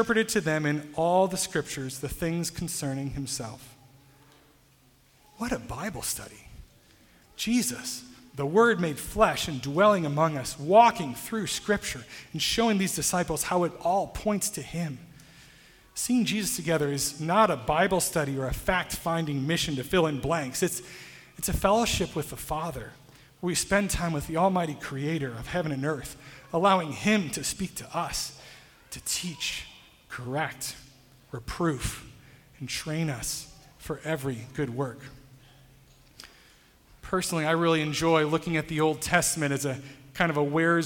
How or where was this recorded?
large echoing room